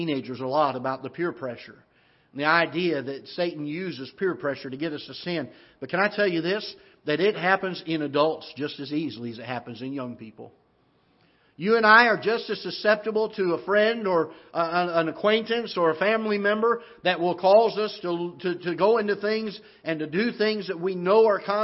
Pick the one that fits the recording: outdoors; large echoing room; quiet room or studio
large echoing room